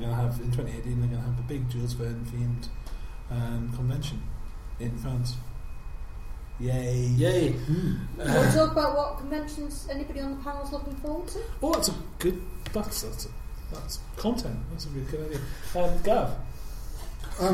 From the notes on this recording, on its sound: Recorded live in front of an audience of Sledge Lit 2, the UK's Christmas Party/ one-day book event for genre book fans, publishers and writers.